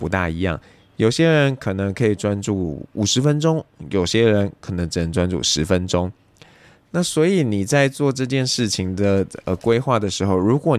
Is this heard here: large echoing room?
no